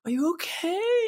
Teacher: He's talking in this really breathy voice